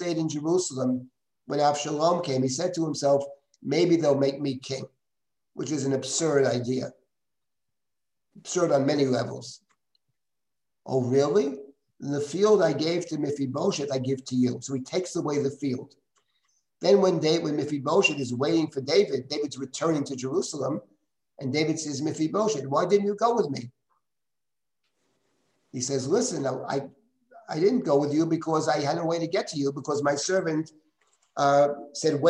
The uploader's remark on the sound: This audio was originally captured from Zoom